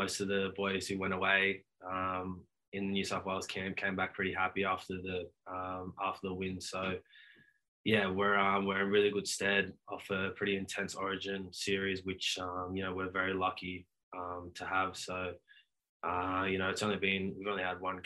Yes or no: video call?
yes